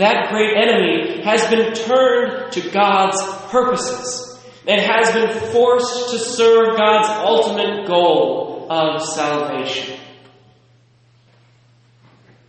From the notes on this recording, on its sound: Recorded at St. Charles, Burlington, WA.